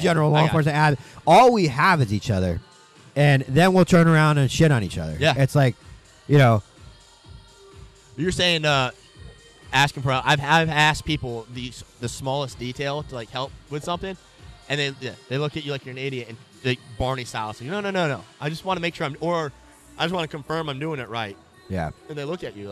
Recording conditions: busy venue